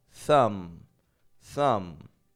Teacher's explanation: So each of these words is spelled with a B on the ending, but none of them have that B pronounced.